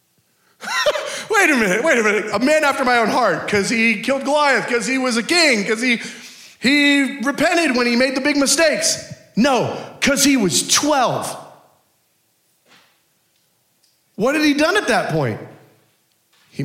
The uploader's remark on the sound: Culture of Prayer Conference Session 3.